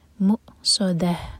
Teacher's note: مؤصدہ، صاد heavy, دال light اور تا مربوطہ ہا میں چینج ہوگا، اس کو ساکن کریں گے. مؤصدہ آخر میں ہا کی آواز آئے سینے سے